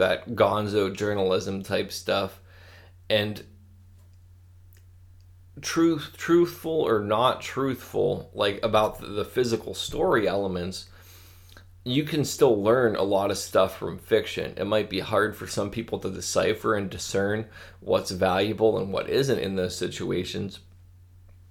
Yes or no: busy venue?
no